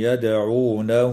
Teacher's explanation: وتقلقل الدال وصلا ووقفا في كلمة أندعو وفي كلمة يدعونه